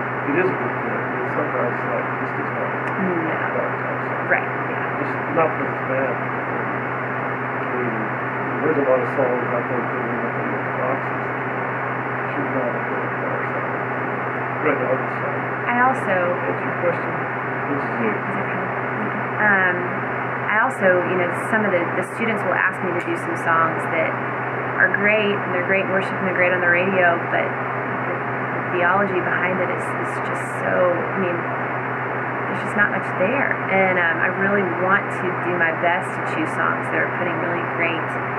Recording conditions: poor sound quality